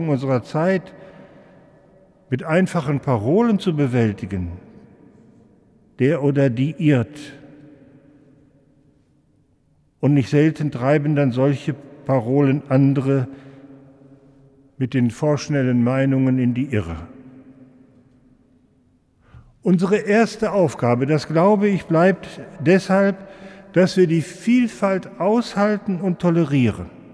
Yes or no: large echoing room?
yes